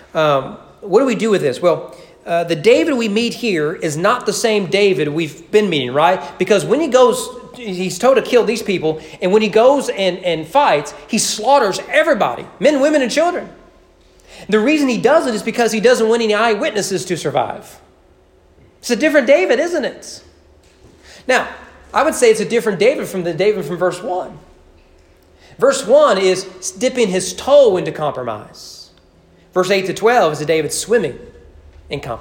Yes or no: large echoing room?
yes